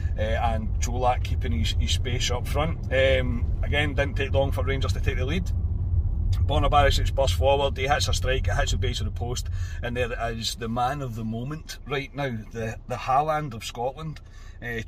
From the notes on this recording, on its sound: reaction from the car after leaving Ibrox